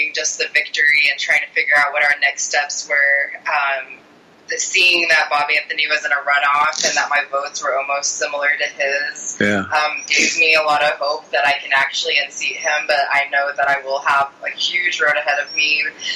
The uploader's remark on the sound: At the halfway mark, we bring. Joins us Live in the Living Room. By phone.